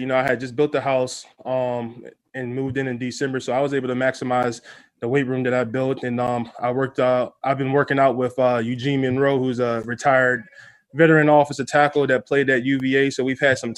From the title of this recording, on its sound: Zoom Press Conference